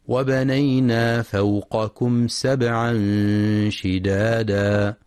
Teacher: يخطئ من يقرأ فوقكم بقافين أو كافين، والصواب أن يقرأ القاف باستعلاء ثم الكاف باستفال وهمس